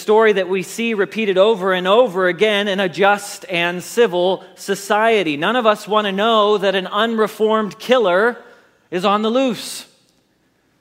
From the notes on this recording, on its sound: Message Preached at Valley Creek Church